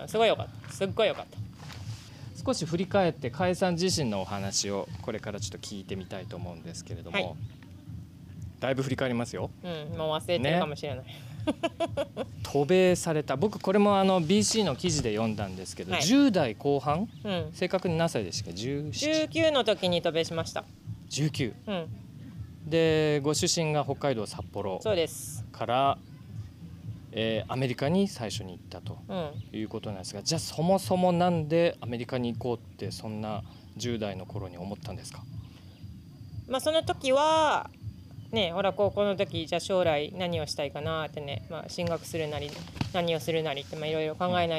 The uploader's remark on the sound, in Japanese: In PEDAL DAY GO Mt. TSUKUBA。収録地：茨城県つくば市 PEDAL DAY GO Mt.TSUKUBA イベント会場。